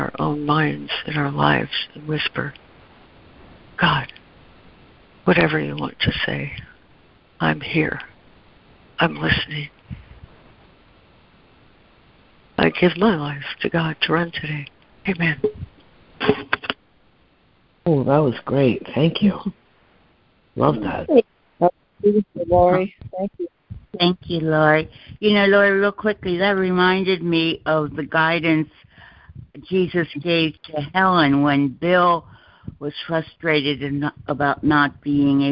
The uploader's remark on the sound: ACIM Daily Conference Call.